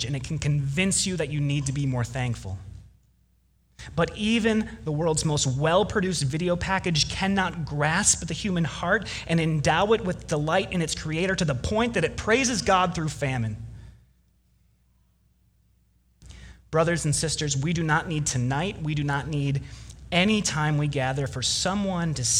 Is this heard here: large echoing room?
yes